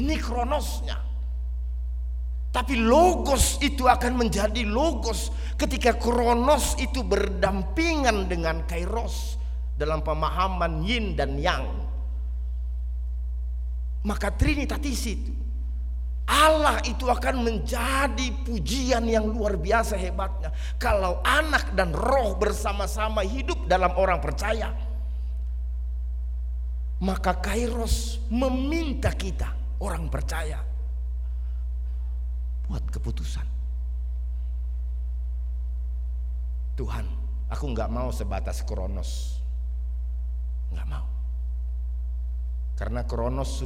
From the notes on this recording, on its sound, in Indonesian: RSK 98.6 FM. Rekaman ibadah Minggu pagi.